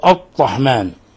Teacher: وقد يبالغ قوم في إخفاء تكريرها مشددة فيأتي بها محصرمة شبيهة بالطاء، وذلك خطأ لا يجوز.